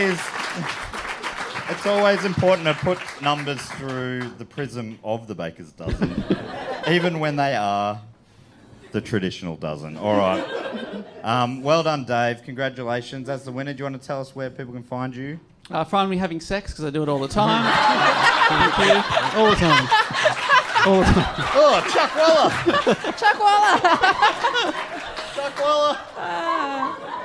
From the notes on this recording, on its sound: The fourth episode was recorded live in Brisbane at Good Chat Comedy Club.